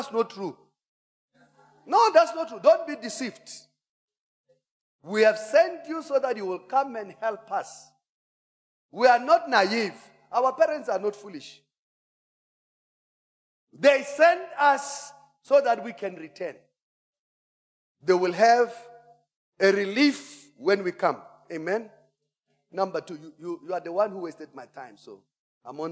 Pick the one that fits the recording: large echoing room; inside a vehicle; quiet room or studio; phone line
large echoing room